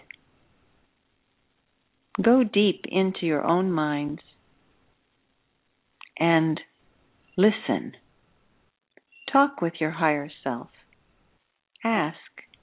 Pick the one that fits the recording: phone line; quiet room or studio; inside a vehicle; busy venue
phone line